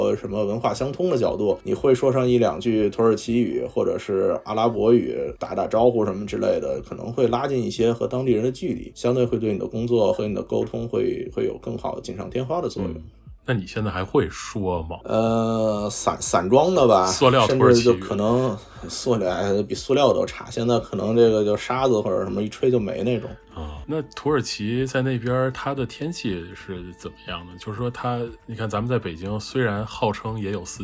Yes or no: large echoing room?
no